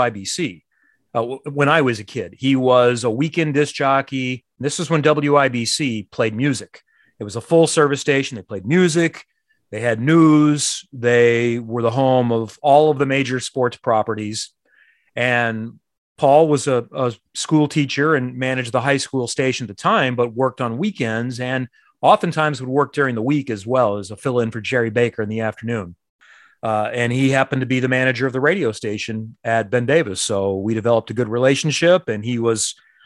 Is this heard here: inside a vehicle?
no